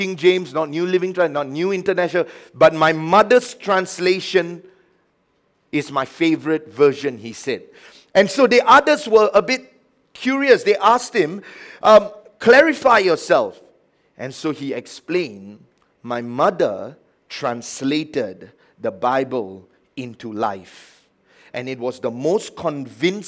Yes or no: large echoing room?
yes